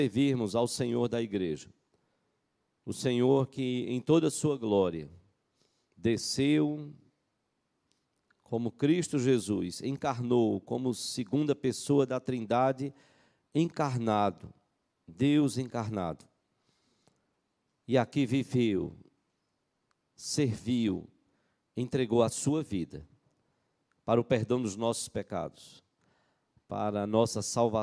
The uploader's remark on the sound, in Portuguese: Culto matinal(9h) presencial e transmitido ao vivo